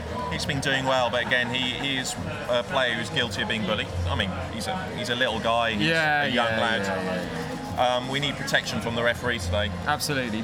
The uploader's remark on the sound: Live from the Villa Game.